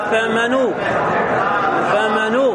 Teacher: تنقل حركة الهمزة إلى النون على بعض القراءات